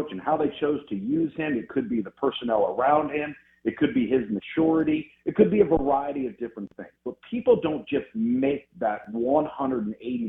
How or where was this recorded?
phone line